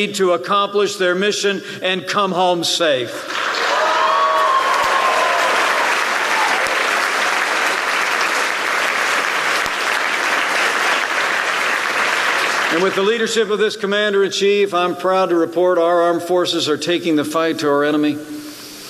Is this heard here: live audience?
yes